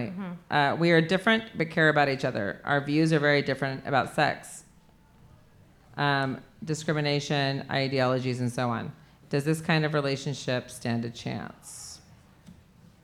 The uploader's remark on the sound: Live From Kelly's Olympian